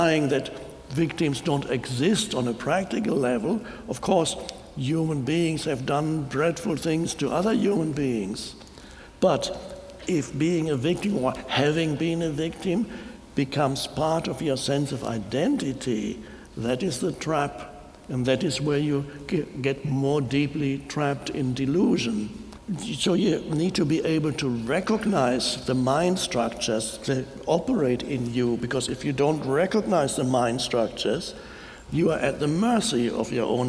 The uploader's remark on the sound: talks to an audience in Chicago